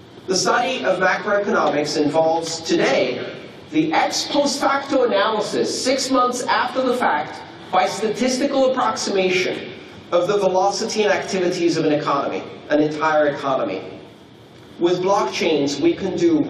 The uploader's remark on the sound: This talk took place on June 20th 2016 at the Blockchain Training Conference (in collaboration with the CryptoCurrency Certification Consortium) within the MaRS Discovery District of Toronto, Canada.